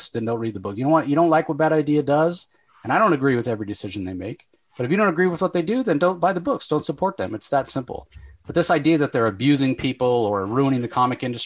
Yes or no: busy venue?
no